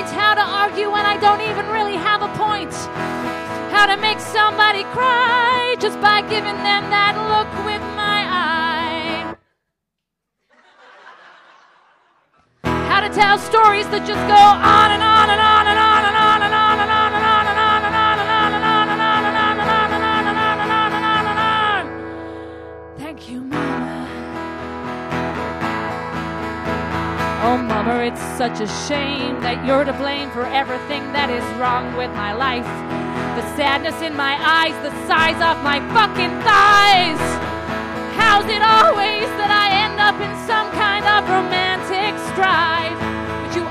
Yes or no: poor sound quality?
no